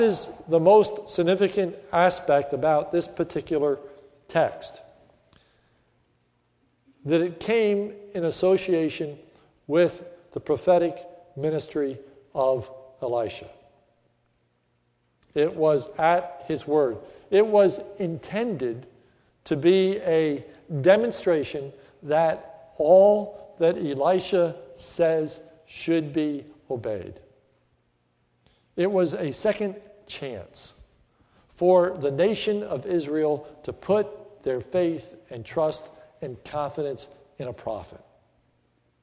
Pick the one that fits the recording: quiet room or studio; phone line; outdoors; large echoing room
large echoing room